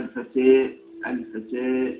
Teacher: الكسرة والألف قربناها من الياء · Term: الإمالة